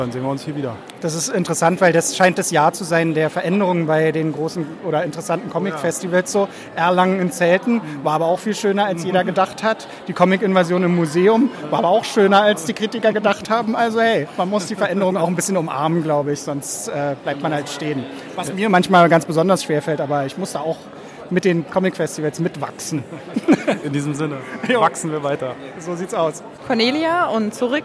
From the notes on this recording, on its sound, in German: Auch dieses Jahr haben wir wieder ein bisschen auf dem Hauptfestival aufgenommen und geben euch in der letzten Folge des Jahres einen kleinen Eindruck von der Comic Invasion 2018.